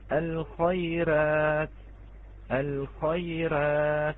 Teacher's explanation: لماذا؟ لأن أولا أتت الراء متوسطة وقبلها ياء ساكنة من نفس الكلمة، فإذا نقرأها الخيرات، الخيرات، فإذا هذه الراء مرققة